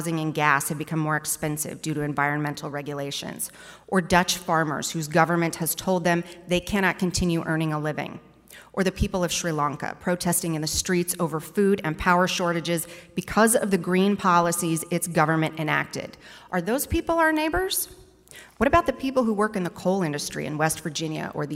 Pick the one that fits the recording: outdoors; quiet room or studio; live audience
live audience